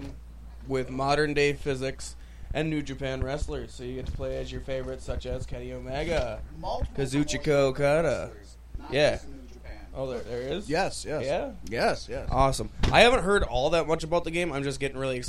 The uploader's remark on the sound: This week we are LIVE from the Galactic Get Down in beautiful Houston, MN.